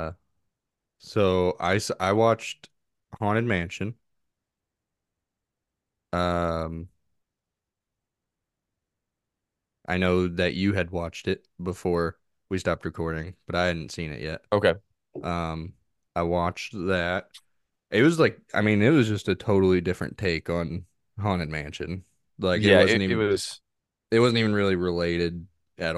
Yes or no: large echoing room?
no